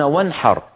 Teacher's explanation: العرب كانوا إذا تكلموا فجاء بعد النون مثلا حاء كقوله وانحر، يظهرون النون فيقولون وانحر عادي كما يتكلم الواحد منا وانحر.